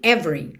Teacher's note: o E do meio não é pronunciado, então você já junta o V no R